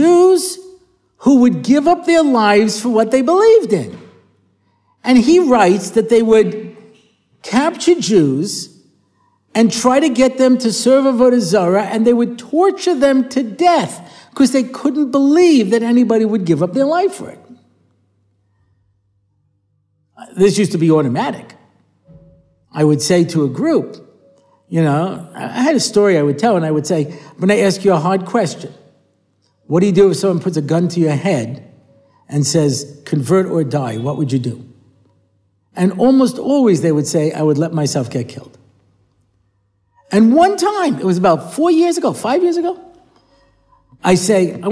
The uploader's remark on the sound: recorded at the Motzei Shabbos Har Nof shiur